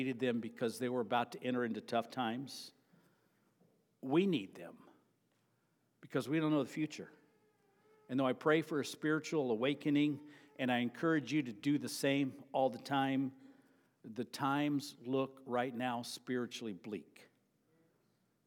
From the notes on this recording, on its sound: Sermon preached at Avondale Baptist Church.